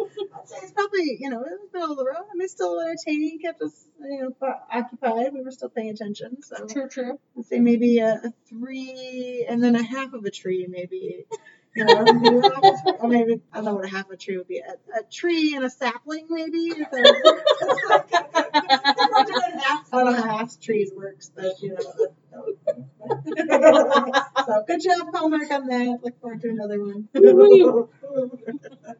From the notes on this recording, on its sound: Sorry about the audio on this episode!